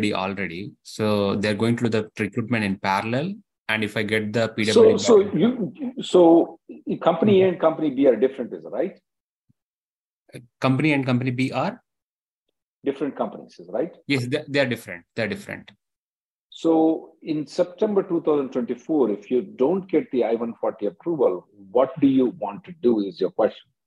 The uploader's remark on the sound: Conference Call Jul 5th 2023